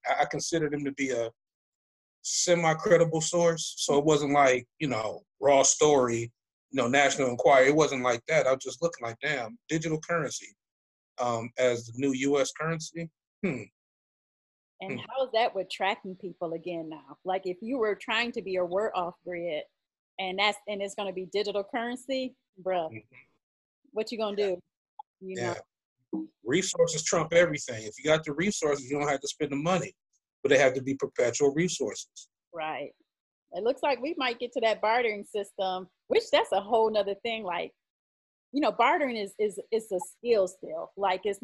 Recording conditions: video call